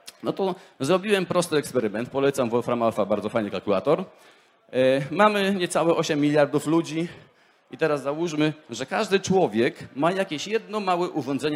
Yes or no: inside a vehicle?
no